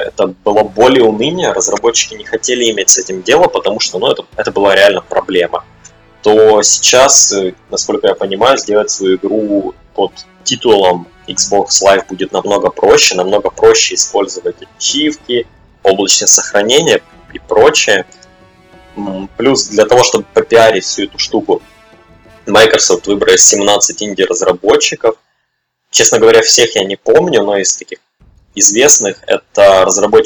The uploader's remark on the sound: Sound issues. Простите за жесть со звуком.